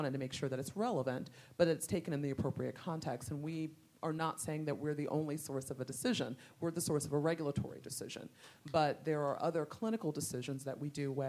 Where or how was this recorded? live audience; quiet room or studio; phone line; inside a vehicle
live audience